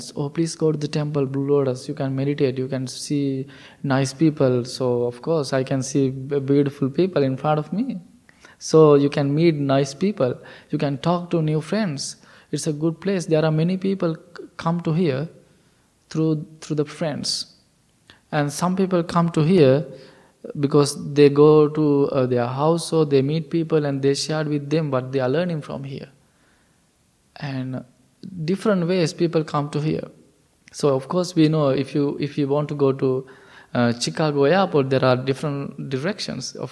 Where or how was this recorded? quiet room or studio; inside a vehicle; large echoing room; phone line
large echoing room